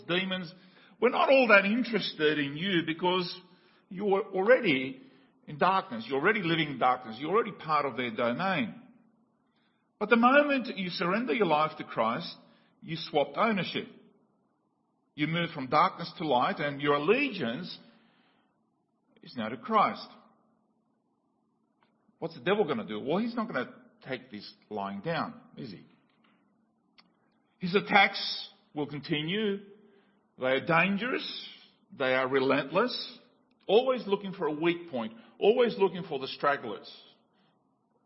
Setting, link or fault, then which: setting, large echoing room